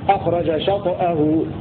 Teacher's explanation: بسكون الطاء مع القلقلة